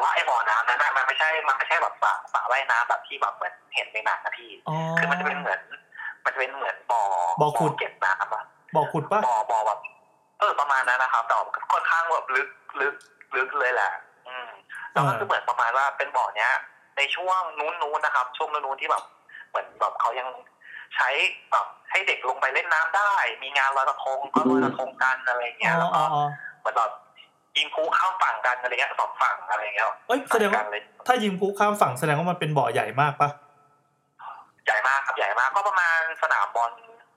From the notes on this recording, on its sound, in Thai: ตอนนี้พิเศษตรงที่เราอัดรายการกันในโรงพยาบาลเลยนะ คุณภาพเสียงนี่อย่างแย่.